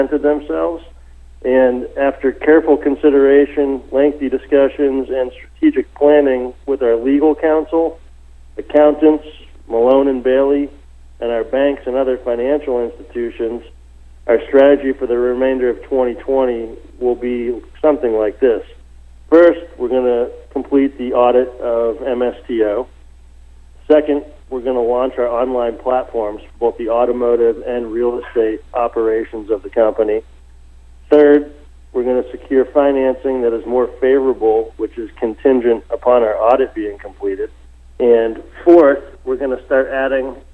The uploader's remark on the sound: call in to SmallCapVoice